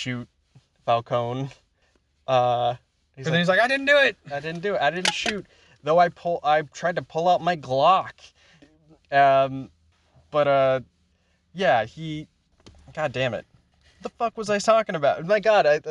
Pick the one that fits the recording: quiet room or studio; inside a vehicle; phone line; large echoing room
inside a vehicle